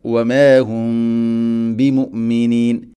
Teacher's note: വമാഹും ബിമുഅ്മിനീൻ, വമാഹും ബി മീമിന് അവിടെ ഗുന്ന ചെയ്യണം, ഇഖ്ഫാ ഷഫവി എന്നാണ് പറയുക. വമാഹും ബിമുഅ്മിനീൻ ഇങ്ങനെ മീമിനെ അവ്യക്തമാക്കി മണിക്കണം.